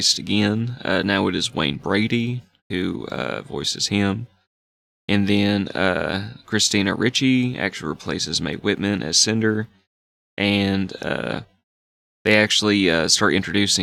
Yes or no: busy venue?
no